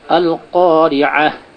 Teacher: শেষ শব্দে যদি গোল তা হয়, তাহলে সেই গোল তাটাকে হা সাকিনাতে পরিবর্তন করতে হবে, একেও বলে ওয়াকফে বিল ইবদাল।